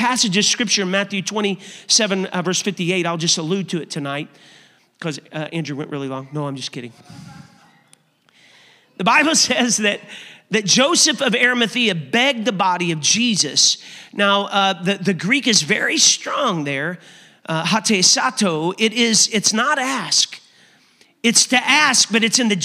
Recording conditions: large echoing room